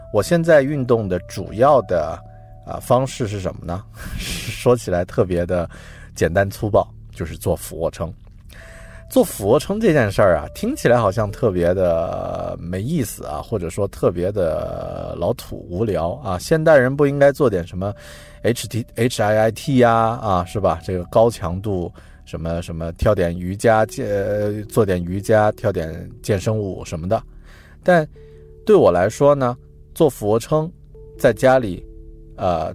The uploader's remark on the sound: I recorded this episode in my car before I drove to office to work.